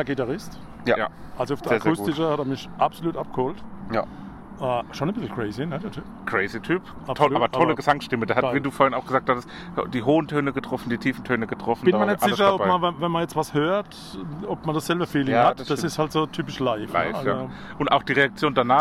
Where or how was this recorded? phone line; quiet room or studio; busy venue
busy venue